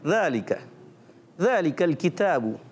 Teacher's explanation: ज़बान का सिरा और ऊपर के दांतों के अंदरूनी किनारे से जब लगाएंगे तो ज़ाल अदा होता है